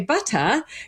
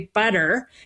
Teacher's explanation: And there's a natural tendency in language when you have an unstressed syllable, because it doesn't get as much, you know, attention and love, for things to reduce, for sounds to reduce. And so in British English, especially Southern British English, you drop the R. · Shown in: first take · But in American English, we kept the R.